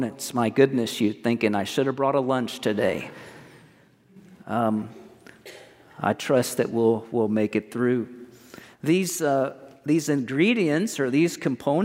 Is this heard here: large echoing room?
yes